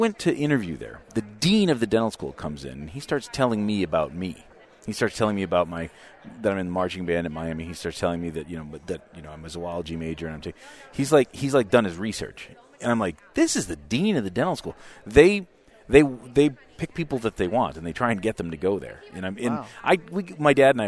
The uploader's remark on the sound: live from Voices of Dentistry